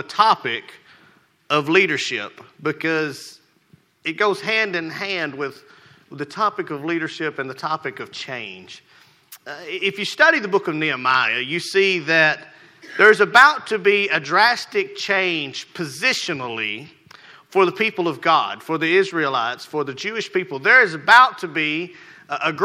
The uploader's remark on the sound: Rocky Valley Baptist Church morning service